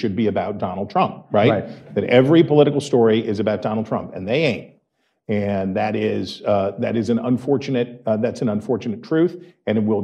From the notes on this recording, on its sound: Recorded live at the American Enterprise Institute before a crowd of Dispatch devotees, the episode features two panel discussions.